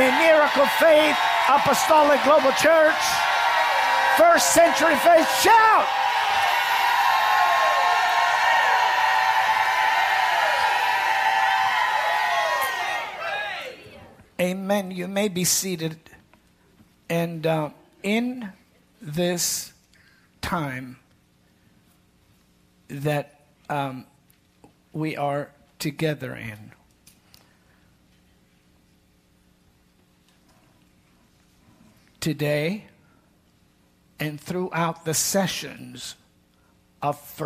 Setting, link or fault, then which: setting, large echoing room